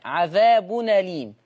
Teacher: بتاخد الحركة اللي على الهمزة وتحطيها على الساكن يبقى عذاب أليم. · Term: النقل